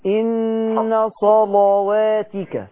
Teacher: أنا عايزك تغلظ اللام